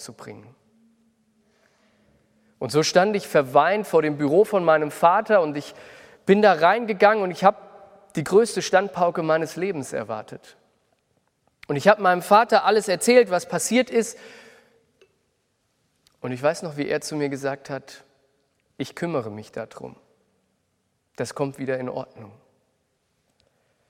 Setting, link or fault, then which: setting, large echoing room